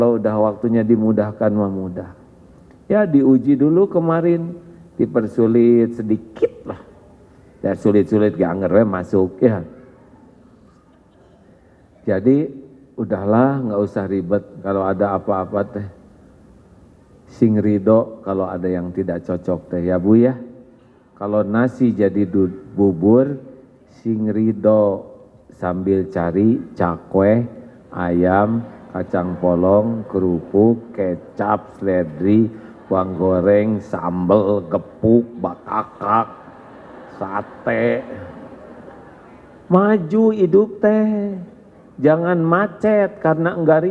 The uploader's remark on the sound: live dari Masjid TSM Bandung